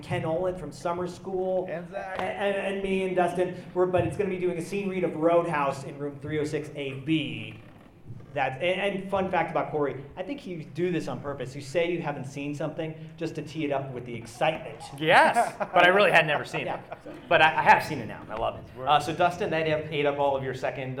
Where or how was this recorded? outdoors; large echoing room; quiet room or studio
large echoing room